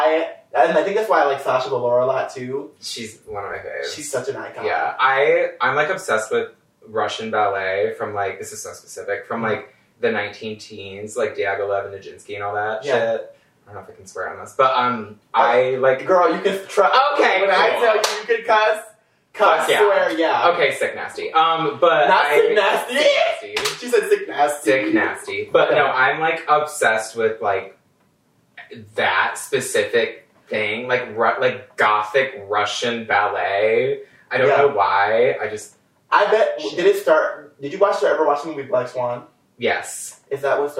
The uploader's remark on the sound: Sorry about the audio, we had a bit of technical difficult this week due to the move I'm having.